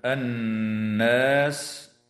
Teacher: وتغن النون المشددة في كلمة الناس